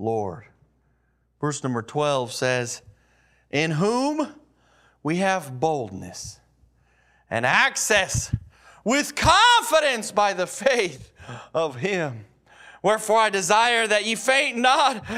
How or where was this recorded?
large echoing room